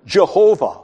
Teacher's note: They pronounce the Y from Yahweh as a J, and the W, weh, as a V.